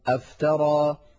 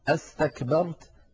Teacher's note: قوله تعالى أفترى على الله كذبا، أصلها أفترى، فدخلت الهمزة على فعل افترى فحذفت همزة الوصل كما ترون خطا ولفظا فيصير النطق أفترى.